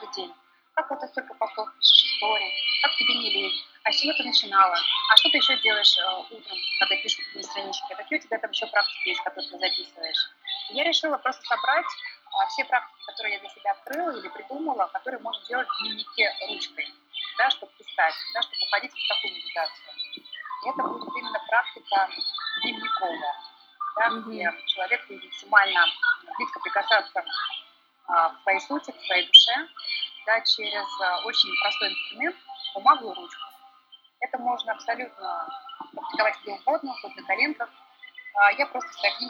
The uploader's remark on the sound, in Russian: Саундтреком подкаста стало пение ветра в островных джунглях и вообще мистический шум Бали